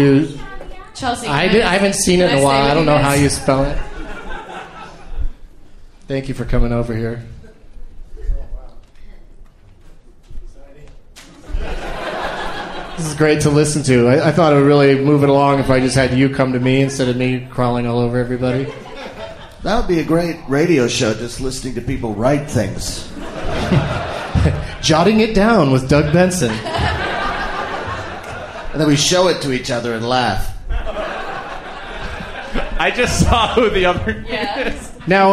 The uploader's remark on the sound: Recorded live at the Mayne Stage in Chicago, Illinois.